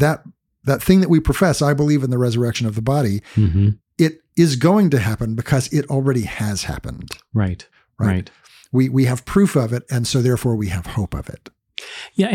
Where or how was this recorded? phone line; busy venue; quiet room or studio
quiet room or studio